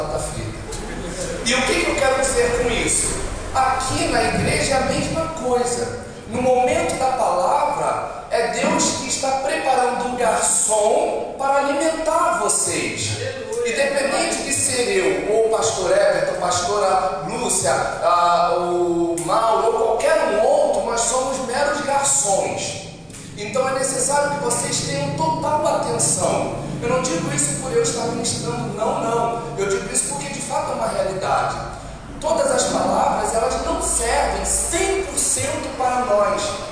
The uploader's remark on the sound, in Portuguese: Áudio da ministração realizada em 31/08/22 na Igreja Cada de Oração Nova Aliança